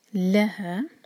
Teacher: لام پر زور دیں گے، دو سلیبل والا ورڈ، اور ہا دو حرکہ ہے، خیال سے اس کو چھوٹا نہ ہونے دیں.